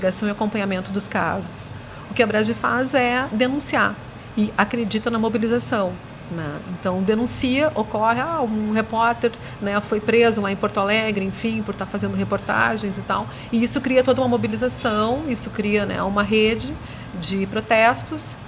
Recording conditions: busy venue